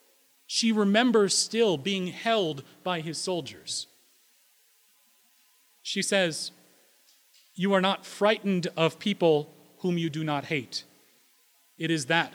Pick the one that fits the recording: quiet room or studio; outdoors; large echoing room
large echoing room